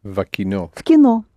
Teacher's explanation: the v sounds as f. You can hardly hear it.